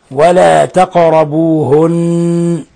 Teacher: قاف ساكنة قلقل، نون مشددة غن